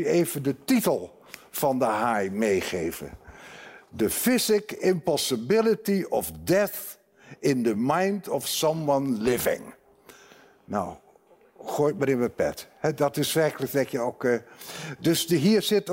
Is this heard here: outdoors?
no